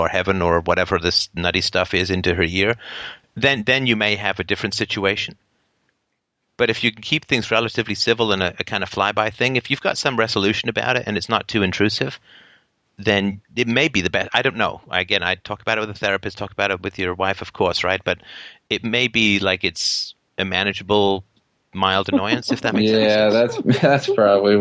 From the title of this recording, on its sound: Saturday Call In Show